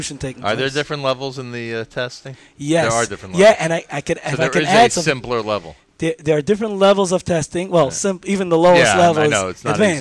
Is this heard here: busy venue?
yes